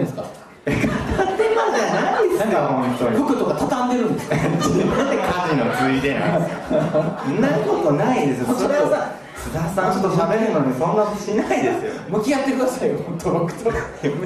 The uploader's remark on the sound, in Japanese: 心斎橋イーエで開催されたイベント「バーニンクリスマス2023」の音声です